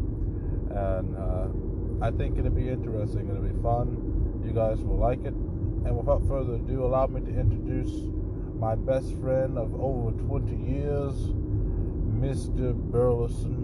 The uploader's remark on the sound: Conversation on the beach. From time to time I will record our outings to save our thoughts a latee time.